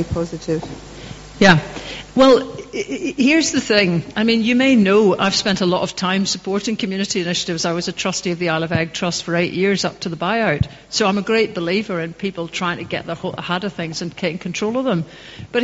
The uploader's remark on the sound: Q&A.Dunoon. The Post Talk Q and A session - A Democracy Live recording.